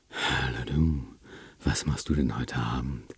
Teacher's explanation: Die Stimmbänder haben hier sehr lange Öffnungsphasen oder schließen fast überhaupt nicht mehr.